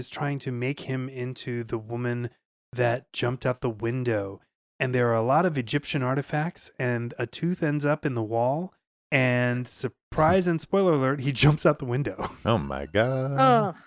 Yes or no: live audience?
no